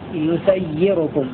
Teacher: بياء مضمومة وسين مفتوحة وياء مكسورة مشددة